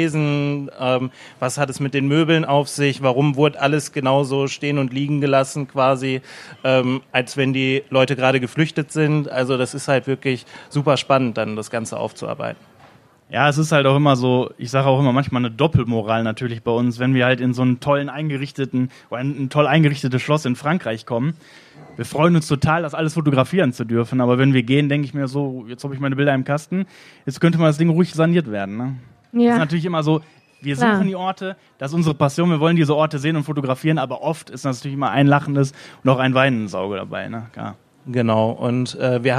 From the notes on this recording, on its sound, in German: Podcast auswärts - LIVE mit spannenden Gästen!